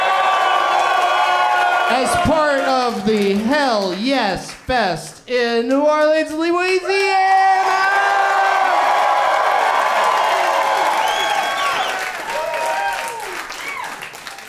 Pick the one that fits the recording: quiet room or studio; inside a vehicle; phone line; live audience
live audience